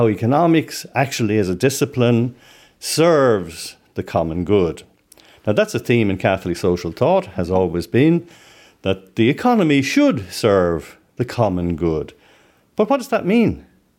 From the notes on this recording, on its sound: a lecture given in the Loyola Institute